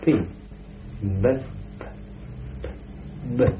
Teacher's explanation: P you can whisper, B you cannot whisper. If you try to whisper a B, it simply becomes P.